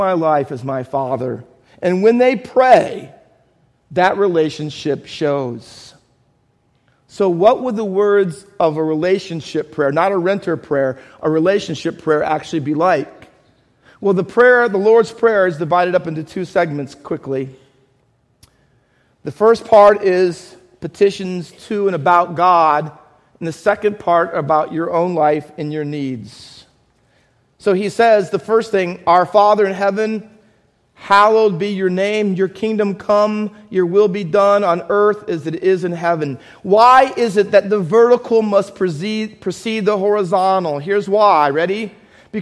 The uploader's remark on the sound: Faith Baptist Church in Hamilton, NJ.